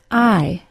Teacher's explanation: The back of the tongue is low and touches the back teeth. Then, the body of the tongue moves upward until it's near the tooth ridge, similar to the position of a Y sound. The sound is pronounced I. · Term: long I